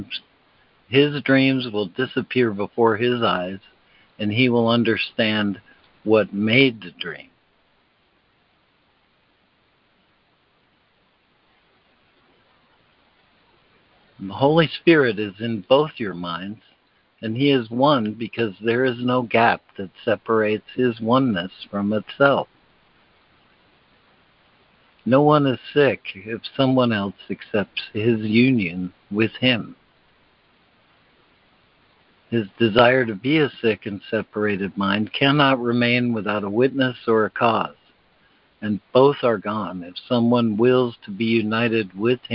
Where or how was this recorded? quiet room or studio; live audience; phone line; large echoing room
phone line